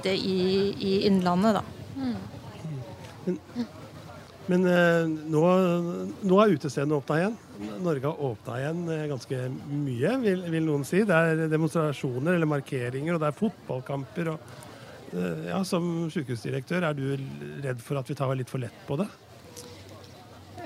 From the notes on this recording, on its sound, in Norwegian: Denne gang har OA Podden gått Live på Fahlstrøm Bar & Grill i Gjøvik.